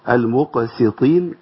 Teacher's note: المقسطين نخلص السين من الطاء